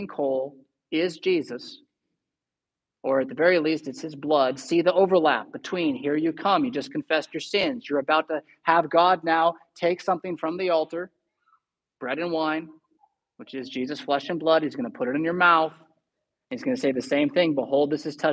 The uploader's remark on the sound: Preached at St Paul Lutheran Church , Rockford, Illinois on November 13, 2022.